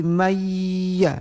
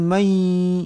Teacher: kalau nun mati bertemu dengan ya tidak lagi mayya tetapi mai · Shown in: second take · Term: idgham